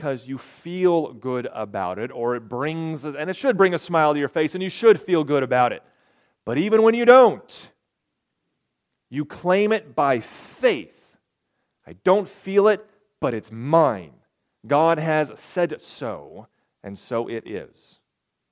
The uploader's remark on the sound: This message coincided with a special communion service. Recorded on March 11, 2023, at Ringgold Seventh-day Adventist Church.